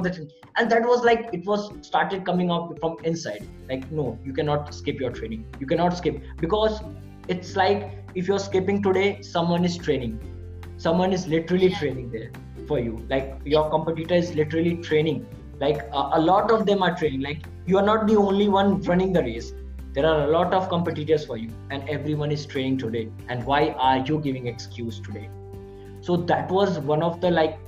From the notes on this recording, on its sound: A zoom call with a beautiful and positive soul.